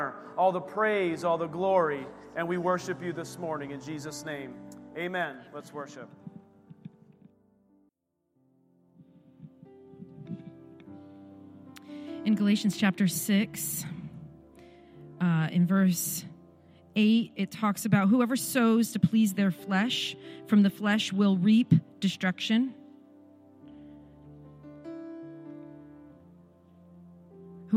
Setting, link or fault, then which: setting, large echoing room